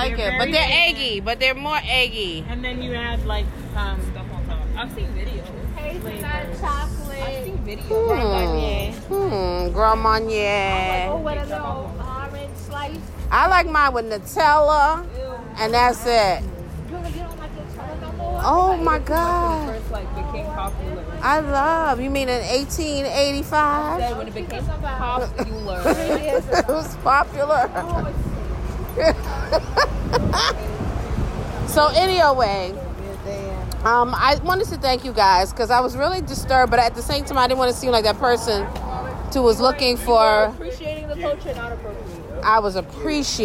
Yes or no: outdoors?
yes